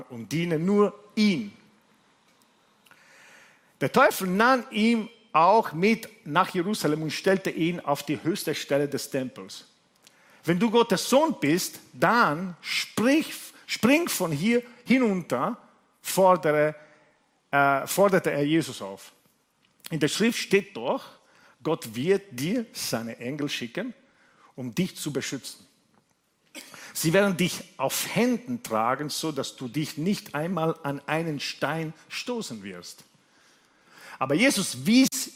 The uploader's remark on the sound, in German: Gottesdienst live aus der LIFE Church Wien